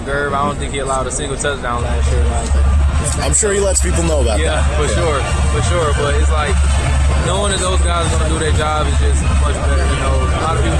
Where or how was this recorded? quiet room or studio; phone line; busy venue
busy venue